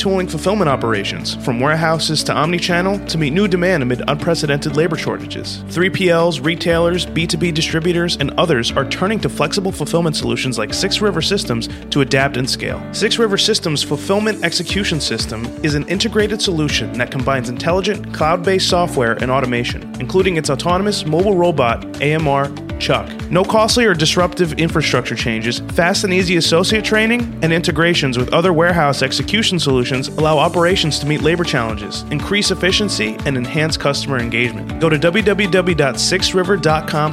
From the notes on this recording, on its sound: Yard Management Solutions at MODEX 2022